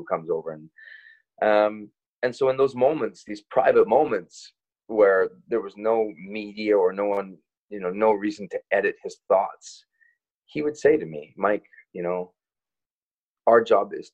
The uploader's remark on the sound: Joins the Zoom version of the podcast.